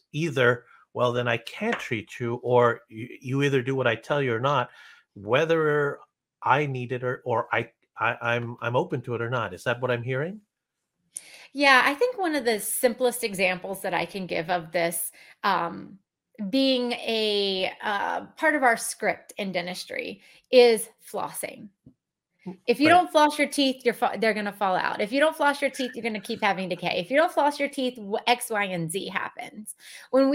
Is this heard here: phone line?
no